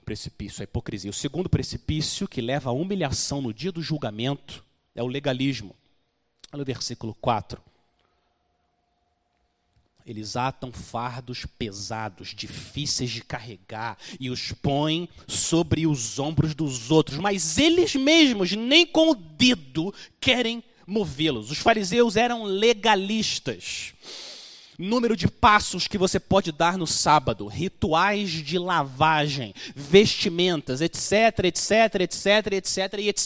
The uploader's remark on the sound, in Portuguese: Mensagem gravada na Igreja Batista Jardim Minesota